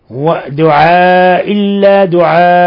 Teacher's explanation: لاحظوا هذا التنوين اللي فوق الهمزة حينما نقف عليه، لو قلنا دعاء ونداء لو وصلنا بصير الحكم مد، بصير الحكم إضغام بغنة، لكن حينما وقفنا على تنوين الفتح لابد أن نبدل ألفا، ونبدل ألفا مقدار حركتين